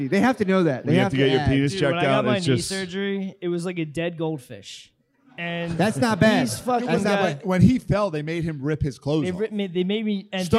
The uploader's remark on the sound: LIVE from Magooby's. LIVE from the joke house.